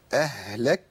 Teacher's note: الهاء ساكنة لازم امشي فيها الصوت الهاء من حروف الهمس الرخاوة